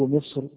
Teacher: هذه الراء دائرة بين التفخيم والترقيق، ولكن التفخيم أولى